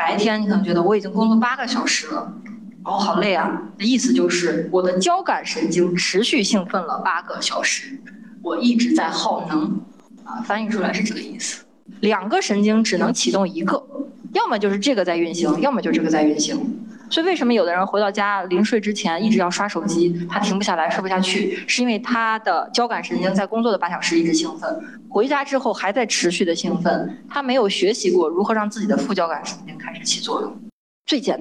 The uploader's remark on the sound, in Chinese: 剪辑师已经尽量修复音质了！话筒有一点回声。